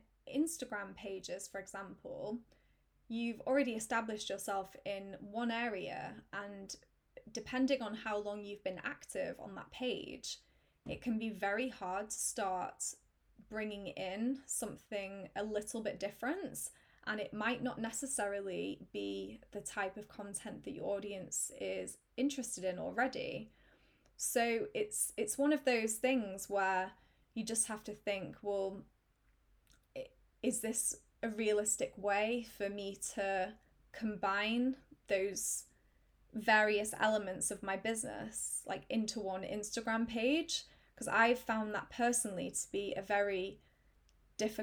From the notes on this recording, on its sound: huge apologies as there have been some volume-related technical issues in this podcast